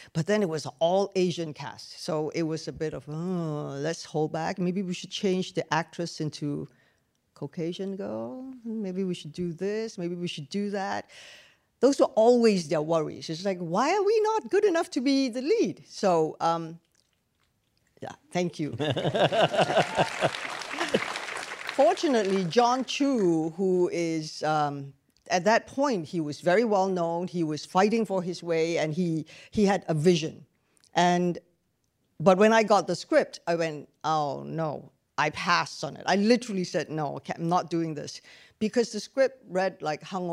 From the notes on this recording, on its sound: In front of an audience at Chapman University